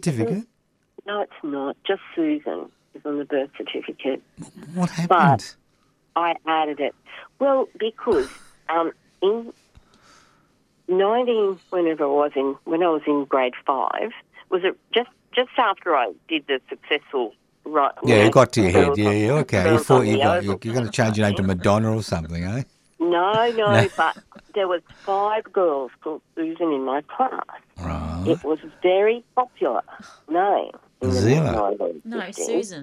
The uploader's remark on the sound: called in from beautiful Gympie, Queensland